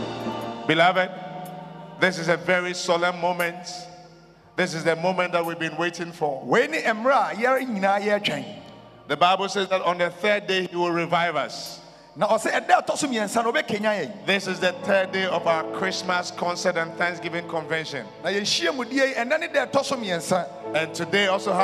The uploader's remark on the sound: Preached during the The Jesus Encounter Healing and Miracle Service at The Life Catehdral, Ofaakor.